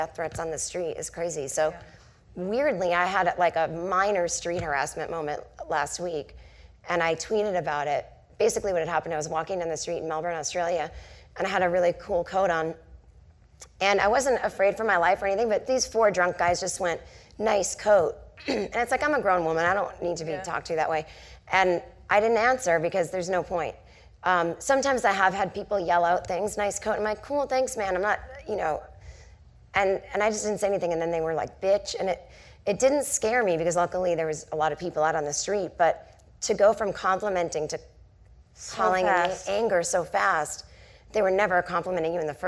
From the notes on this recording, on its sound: The conversation was recorded on Apr 14, 2016 in front of a live audience at New York's 92nd Street Y.